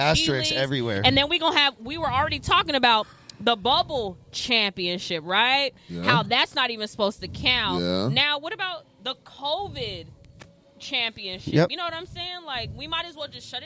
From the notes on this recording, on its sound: LIVE - From DragonFly Hollywood. The guys are live at Club Dragonfly in Hollywood, California.